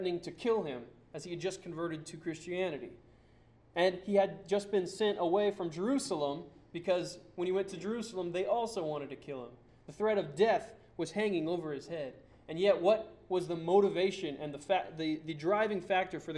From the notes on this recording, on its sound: Sermon preached on November 2, 2009 at Church of the Good Shepherd in Glendora.